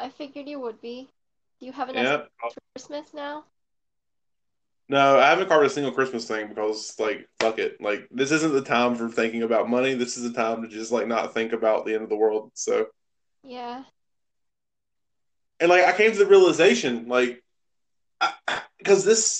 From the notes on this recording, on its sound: Sorry the audio is janky